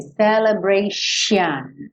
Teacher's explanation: Escreve com T, mas você vai falar esse T como se fosse um X. Então, esse X, esse T-I-O-N vai soar X-I-O-N, celebration, ok?